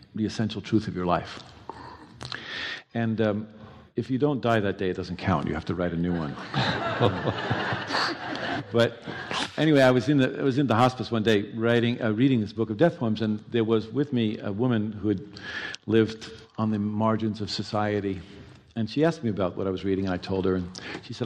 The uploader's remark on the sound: live on stage